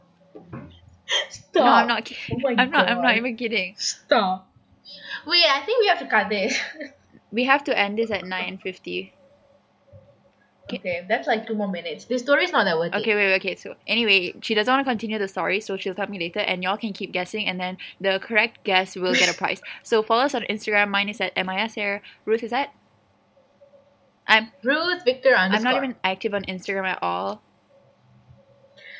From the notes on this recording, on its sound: our not great audio